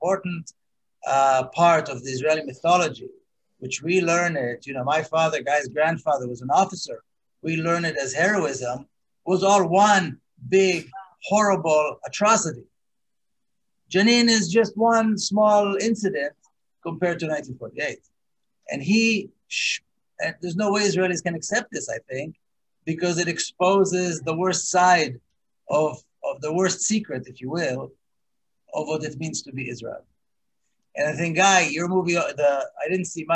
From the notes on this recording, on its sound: This event was held live via Zoom.